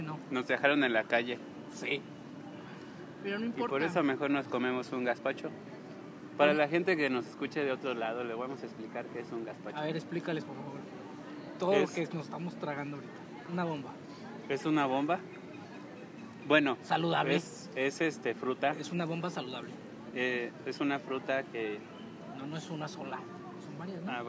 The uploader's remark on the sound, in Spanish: En esta ocasión grabamos en el Bosque Cuauhtémoc por lo que escucharás el ruido de la ciudad de Morelia